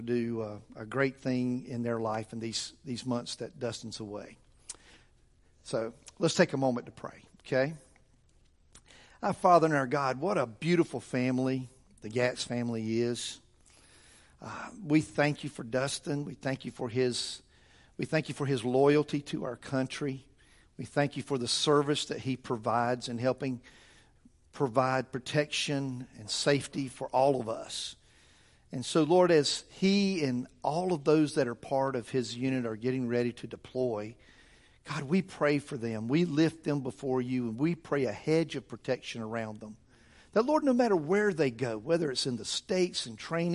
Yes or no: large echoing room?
yes